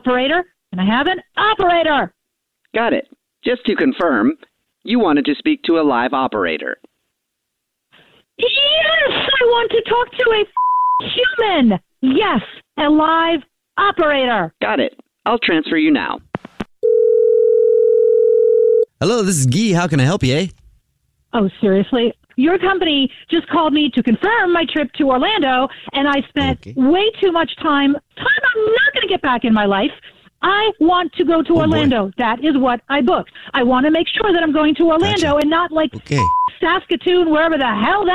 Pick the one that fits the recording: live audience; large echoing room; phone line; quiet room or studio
phone line